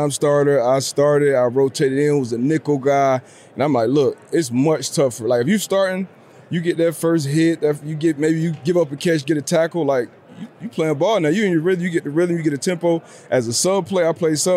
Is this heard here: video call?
no